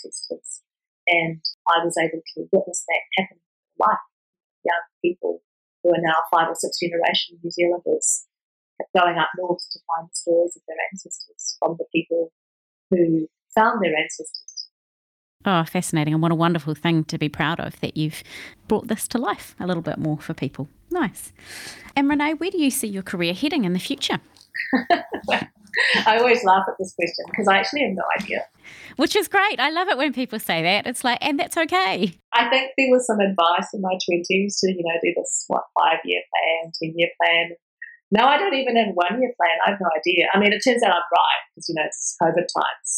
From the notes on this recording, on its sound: As is sometimes the way with virtual recordings, the audio quality varies in this interview.